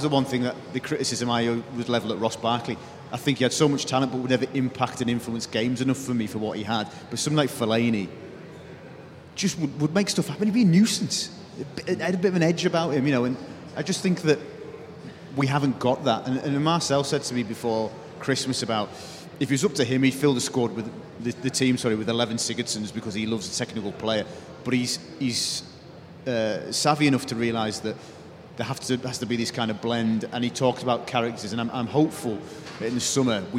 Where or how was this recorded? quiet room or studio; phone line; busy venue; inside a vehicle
busy venue